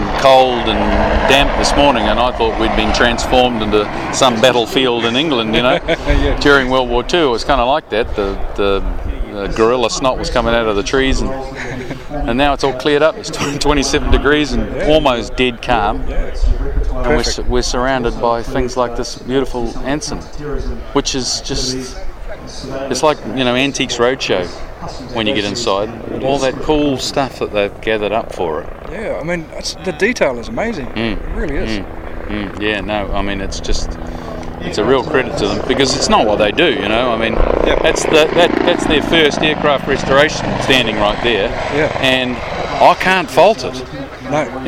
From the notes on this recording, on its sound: talks live in the field to various people at the Wings Over Wairarapa 2013 Airshow